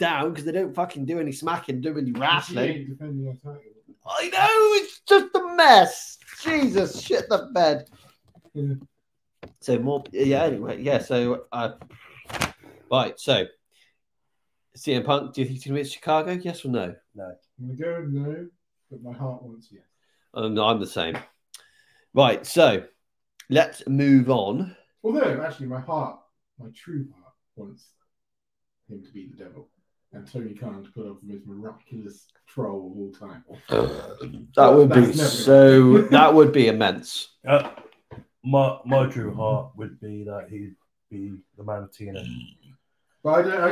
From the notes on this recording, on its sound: Please excuse the audio issue. The damn computer decided to disconnect from the microphones!